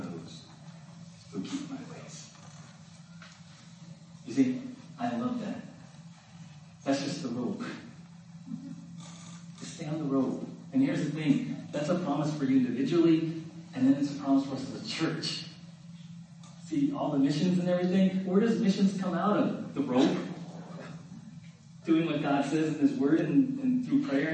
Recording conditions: poor sound quality